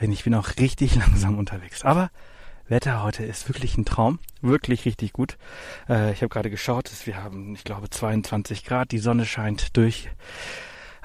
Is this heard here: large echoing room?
no